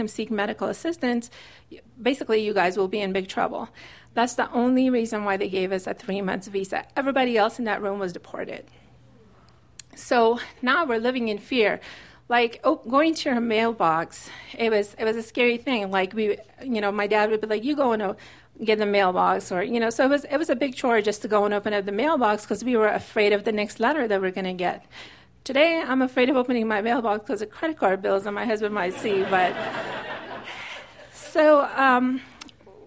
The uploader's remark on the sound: These stories were recorded at The Deer Pile on February 20, 2014